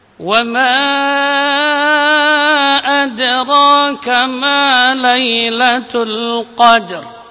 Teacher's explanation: Di sini ra-nya dibaca tebal karena didahului oleh harakat fathah.